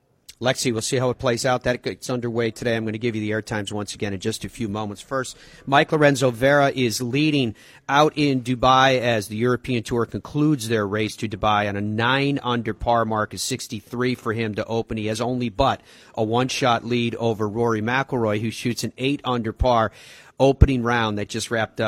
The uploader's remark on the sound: Broadcasts live from the beautiful Sea Island resort and the RSM Classic.